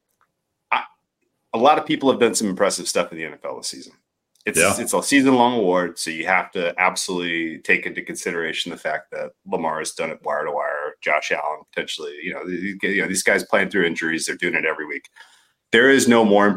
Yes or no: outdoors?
no